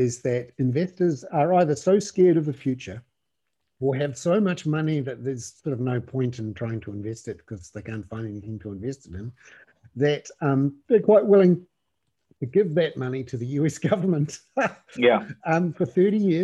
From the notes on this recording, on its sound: with around 30 subscribers on a Zoom webinar